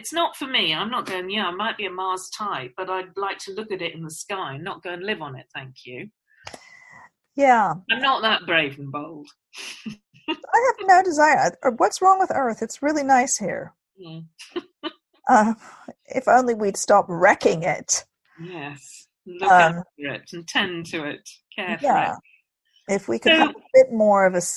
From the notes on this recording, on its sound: We're still recording our podcast over zoom from Oxford and Guildford so please excuse a few little glitches.